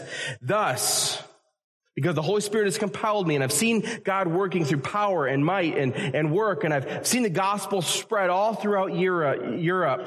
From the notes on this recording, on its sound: A message that was originally preached at Community Evangelical Free Church in Harrisburg, Pa. This episode features a message that was originally preached at Community Evangelical Free Church in Harrisburg, Pa.